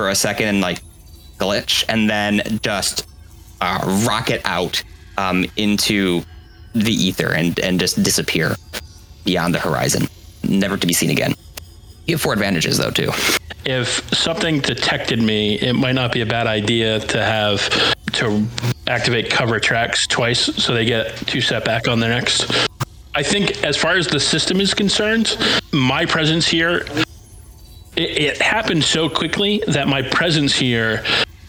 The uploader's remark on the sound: Speaker sound quality got a little messed up and also didn't really hit the level of clean-up that I'd have liked.